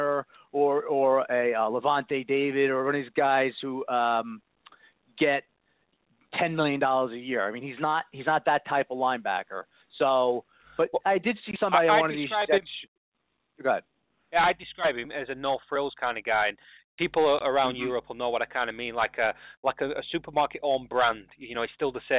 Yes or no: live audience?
no